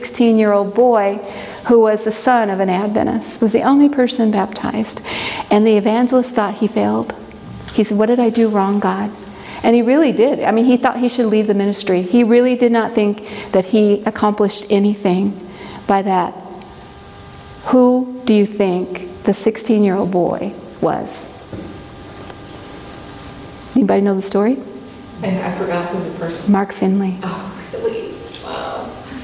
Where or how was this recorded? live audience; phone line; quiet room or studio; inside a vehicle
live audience